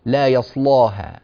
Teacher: فلدينا في هذه اللام تفخيم، ويجوز في هذه الألف التي بعدها الفتح والتقليل، فإذا أتينا بالفتح غلظنا اللام لا يصلاها، وإذا أتينا بالتقليل رققنا اللام لا يصلاها لا يصلاها. · Term: اللام المغلظة